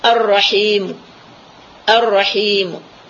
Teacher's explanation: Kemudian dengan raum. Dua harakat saja.